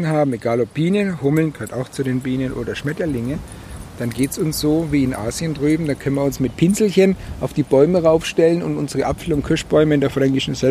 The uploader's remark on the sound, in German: Auf dem Feld mit dem Field Recorder. Ein Podcast war nicht geplant.